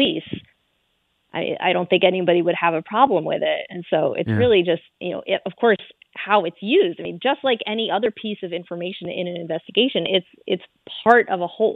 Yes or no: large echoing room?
no